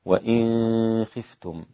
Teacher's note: الإخفاء في النون الساكنة مع الخاء وانفرد بها أبو جعفر